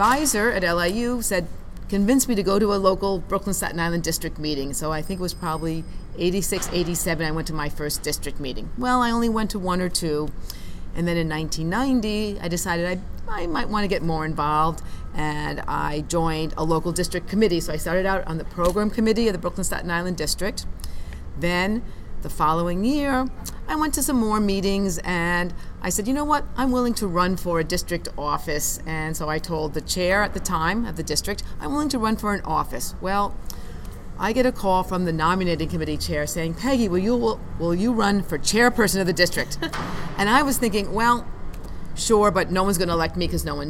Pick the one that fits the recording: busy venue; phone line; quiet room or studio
busy venue